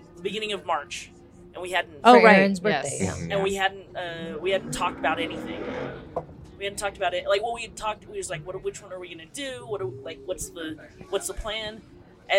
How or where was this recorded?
busy venue